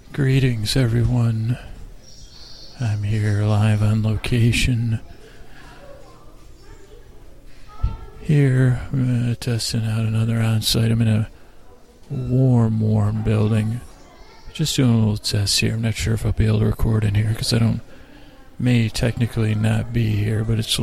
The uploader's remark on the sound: On Location at Golden Gate Park. We crawl across the park meandering from one place to another live on dullcation. The show starts with an echo and ends will a birdcall.